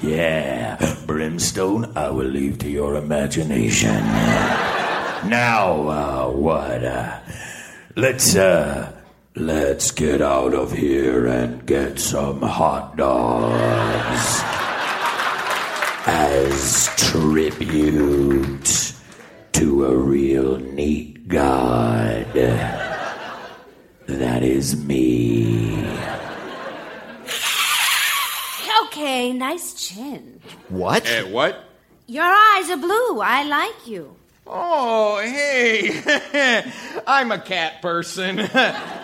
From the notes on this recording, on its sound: Recorded Live 3/3/2012 at Largo, Los Angeles.